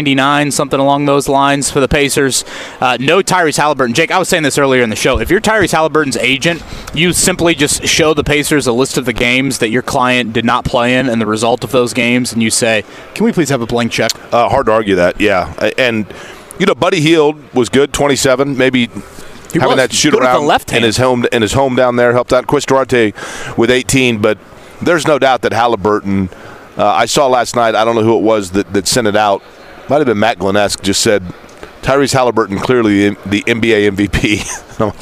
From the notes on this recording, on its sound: Last day at the NFL Combine. Joins the guys live at the Combine.